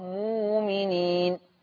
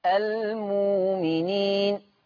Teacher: كلمة مؤمنين تبدل بواو مادية · Term: إبدال الهمز الساكن